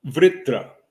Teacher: And in some cases, that V becomes a little bit V with a little bit of a W sound. It depends on whether it's after a consonant, et cetera. · Term: soft V